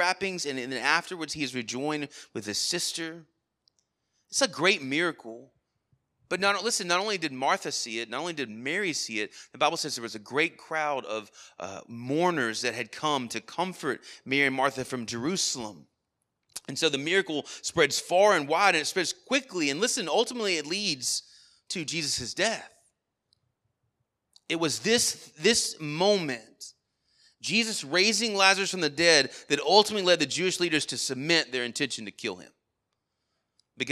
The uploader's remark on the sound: Sermon Audio from our Worship service